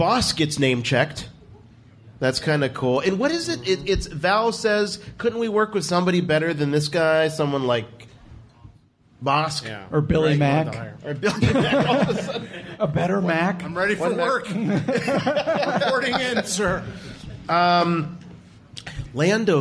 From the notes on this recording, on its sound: Our live podcast event recorded in front of a packed house of STAR WARS fans in Cleveland at the Playhouse Square Theater. The mic was open all night for members of the RFR community to jump in on the conversation. This show was recorded on opening night for the movie and it captures the excitement only a room full of die-hard STAR WARS fans can create!